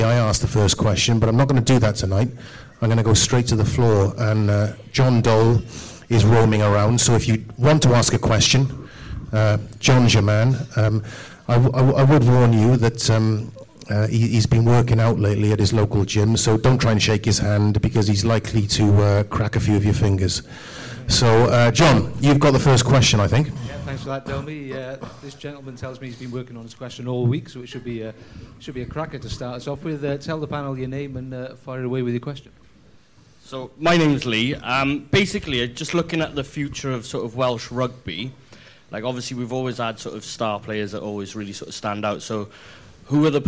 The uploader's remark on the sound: a live audience